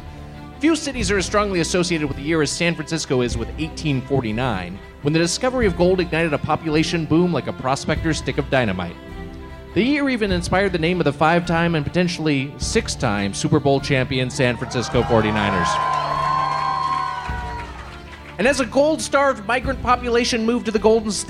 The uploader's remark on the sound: Plus, a live edition of the Wiger Challenge. Recorded live at Cobb's Comedy Club for SF SketchFest.